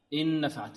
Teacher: والنون ساكنة وبعدها نون ماذا؟ مفتوحة، فأدغمت النون في النون. · Term: إدغام